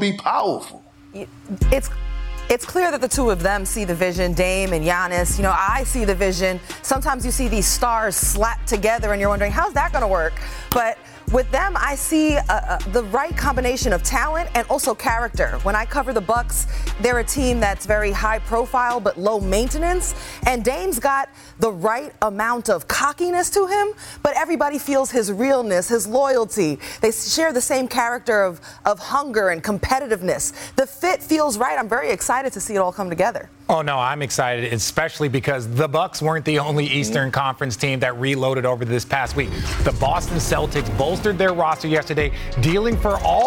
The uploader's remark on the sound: We're live from NBA Media Day!